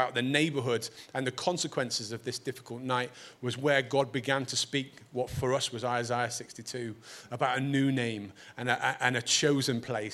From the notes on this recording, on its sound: Recorded at Proximity 2019.